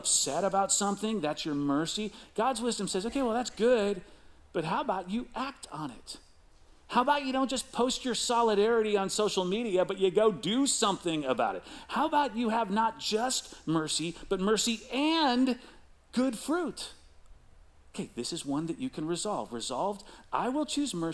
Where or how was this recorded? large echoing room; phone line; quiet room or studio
large echoing room